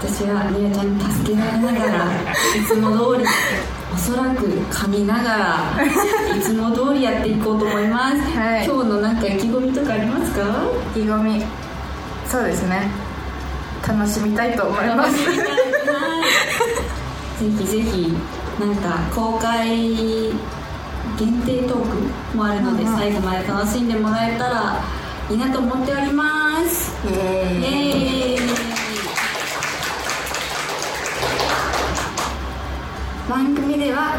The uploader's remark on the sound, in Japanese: 番組初の公開収録です